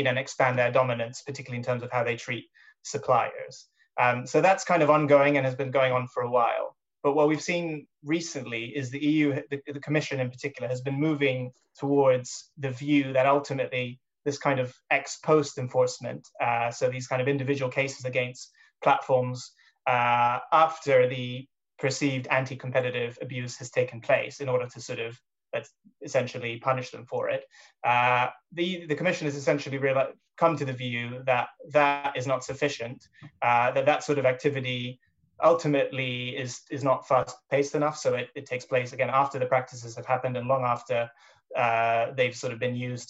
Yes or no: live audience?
no